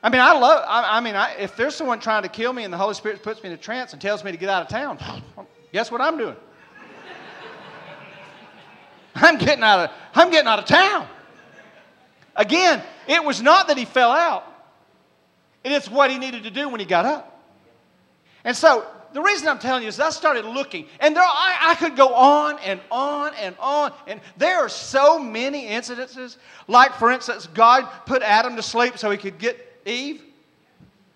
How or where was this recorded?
large echoing room